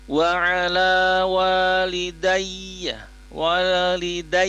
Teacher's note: ada ya bertasdid sehingga ada tekanan di situ